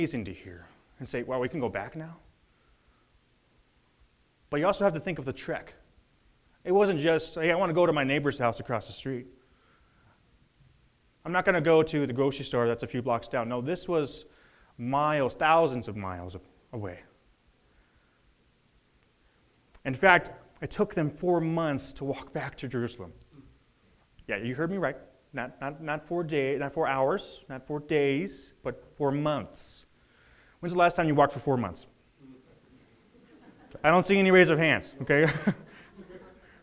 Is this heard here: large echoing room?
yes